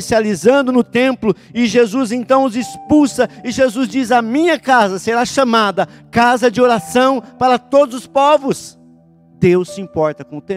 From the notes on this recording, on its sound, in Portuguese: em nosso Culto de Celebração, dia 10/05/2020 na Igreja ABA Curitiba (Transmitido ao vivo)